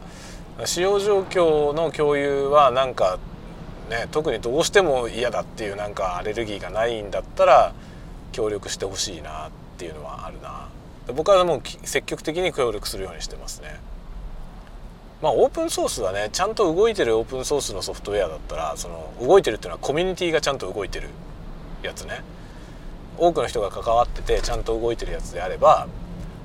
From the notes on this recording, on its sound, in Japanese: ドライブ雑談 講演の帰り道。運転しながら雑談。出先の学校から自宅へのドライブ。